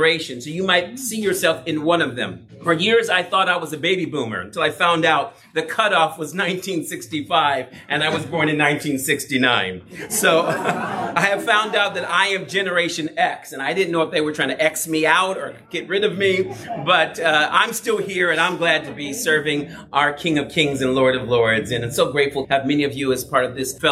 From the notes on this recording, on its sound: Breakout session for the 2024 MJAA Southwest Regional Yeshua Conference at the Irvine Marriott in California, for the Messianic Jewish Alliance of America, the organization of his synagogue.